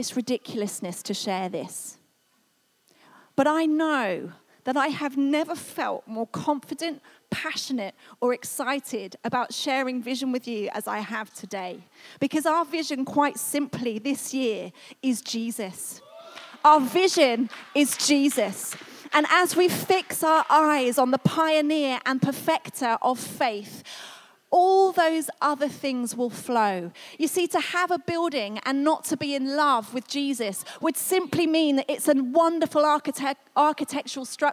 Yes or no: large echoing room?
yes